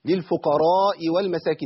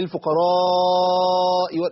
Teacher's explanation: ده مد متصل واجب يعني لا يقل عن 4 حركات · Shown in: second take